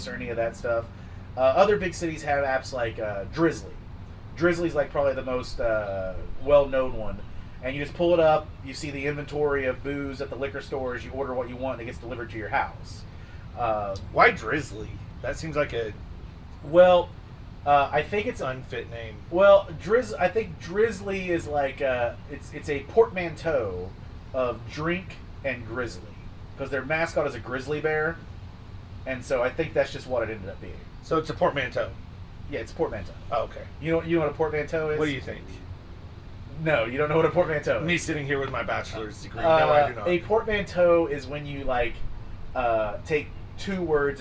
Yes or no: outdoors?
yes